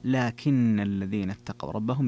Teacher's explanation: أما أبو جعفر فقرأ لكن الذين اتقوا ربهم بتشديد النون